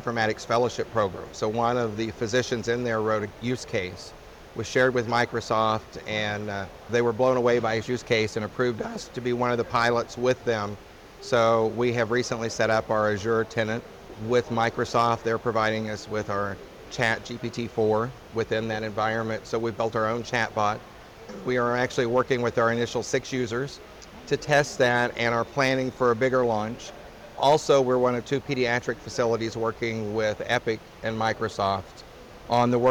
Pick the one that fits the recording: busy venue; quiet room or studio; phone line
busy venue